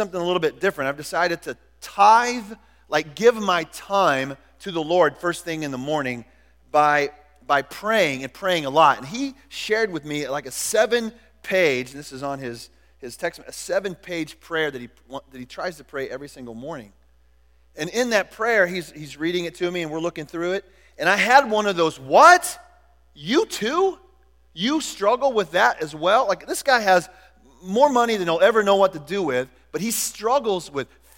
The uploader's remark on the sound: Was recorded at The Calling Community Church located in Platte City, Missouri. Services are held at the Platte City High School auditorium.